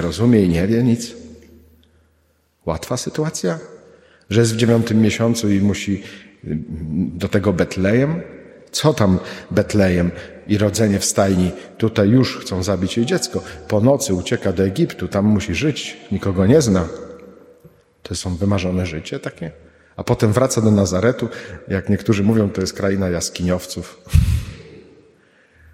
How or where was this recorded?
large echoing room